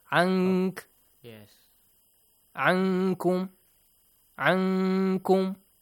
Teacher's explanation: You have to hide the sound of noon as if the listener understands that the next letter is cough. · Term: Ikhfa